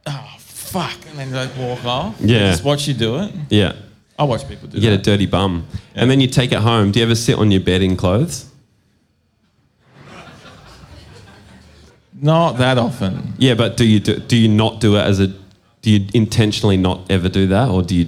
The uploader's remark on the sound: Live at Lulie. We're still live in Naarm.